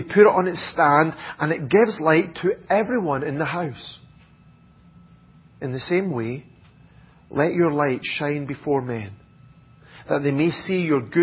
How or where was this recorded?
large echoing room